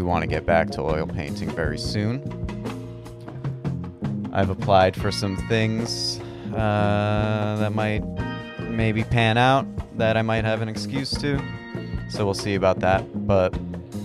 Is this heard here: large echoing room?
no